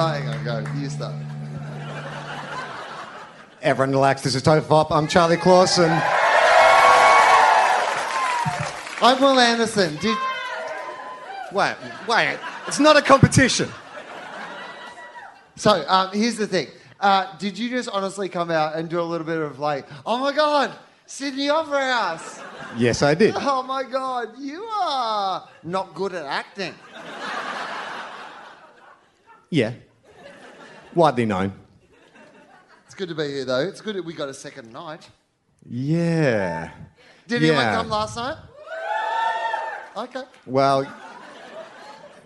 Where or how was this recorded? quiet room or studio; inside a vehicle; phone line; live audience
live audience